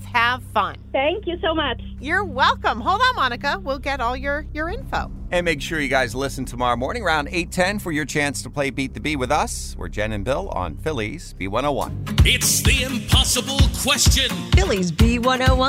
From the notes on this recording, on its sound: Listeners call in to share their stories